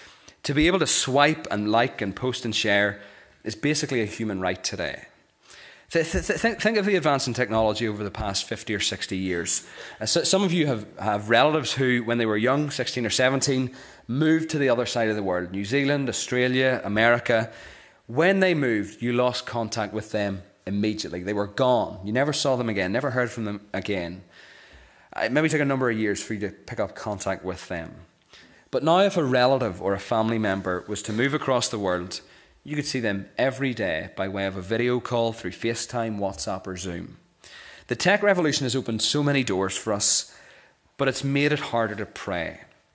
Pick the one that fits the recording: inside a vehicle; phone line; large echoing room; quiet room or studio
large echoing room